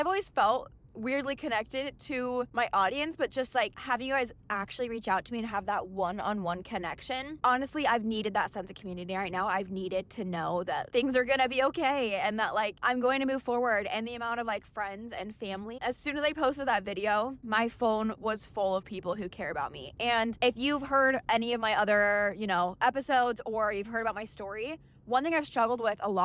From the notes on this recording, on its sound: This episode is a bit more chaotic than usual, I just picked up and started talking as I was driving to the gym.